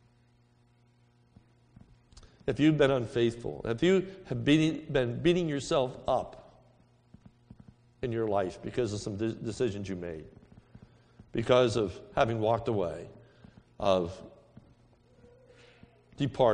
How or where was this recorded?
large echoing room